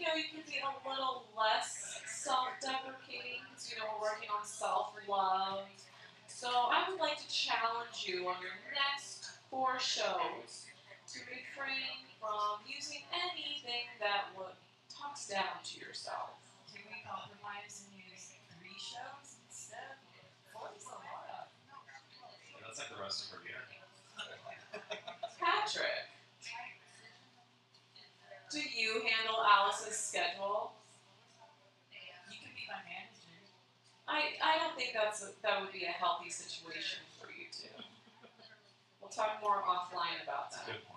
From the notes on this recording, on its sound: In front of a live audience at El Charro Hipster Bar & Cafe in Phoenix, Arizona.